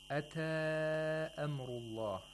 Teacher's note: The matul munfasil was lengthened to 4 or 5 vowel counts. It seemed to be 4 vowel counts, considering the speed of his recitation.